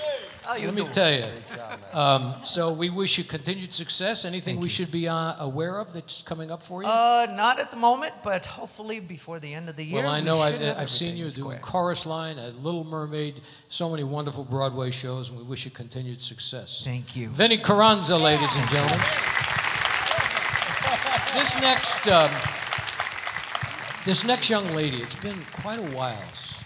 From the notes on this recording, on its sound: Live at the South Point Casino